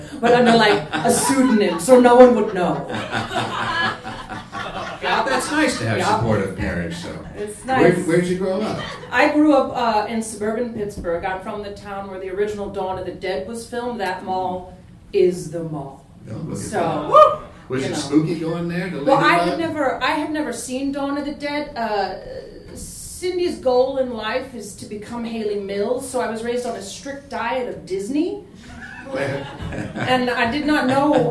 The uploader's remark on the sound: A gigantic live show at Brooklyn’s Union Hall.